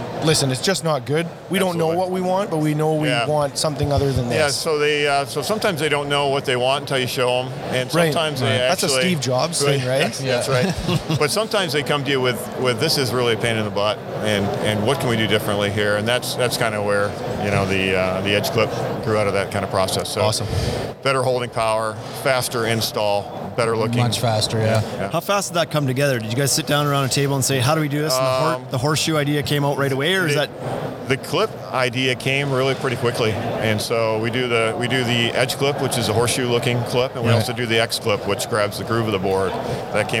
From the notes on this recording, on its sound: Live from the Deckorators booth in Louisville, Kentucky at Deck Expo 2019.